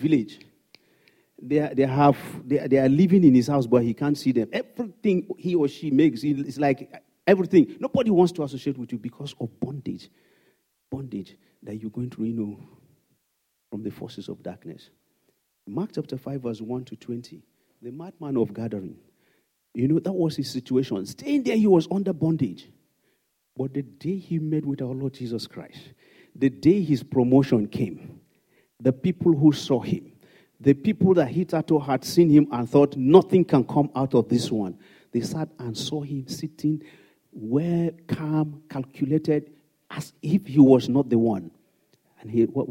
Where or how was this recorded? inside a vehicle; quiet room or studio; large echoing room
large echoing room